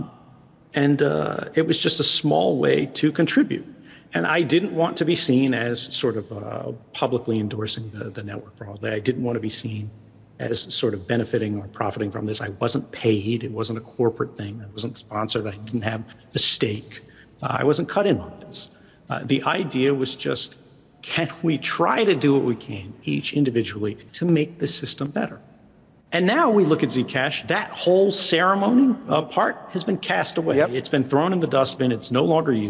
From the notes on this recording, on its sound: At a Consensus panel from Austin, Texas